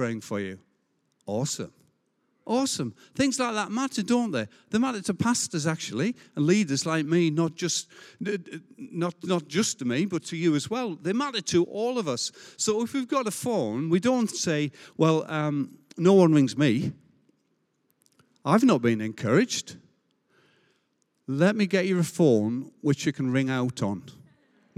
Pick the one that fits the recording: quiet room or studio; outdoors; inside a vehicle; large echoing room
large echoing room